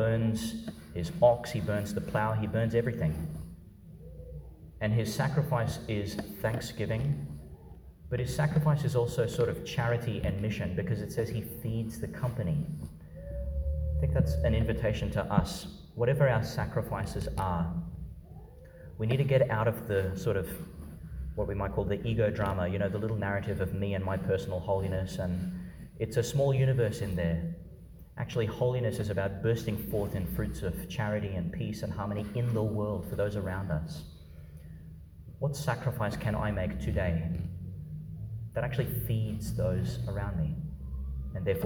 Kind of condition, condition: setting, large echoing room